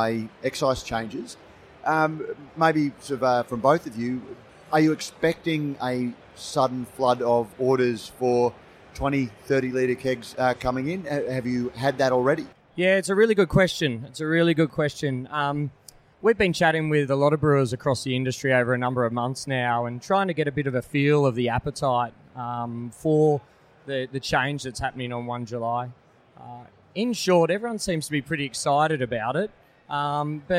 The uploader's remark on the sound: This is a special edition of Brews News, live from GABS in Melbourne. Brews News was able to take our mobile studio to GABS and capture some great discussions with a wide range of people in the beer industry.